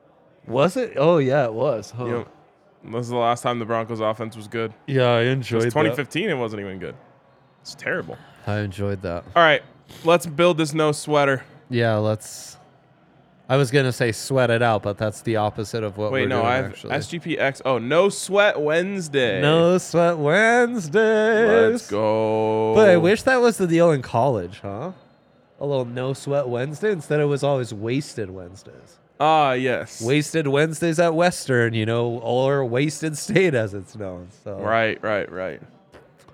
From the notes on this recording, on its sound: LIVE from the DNVR Bar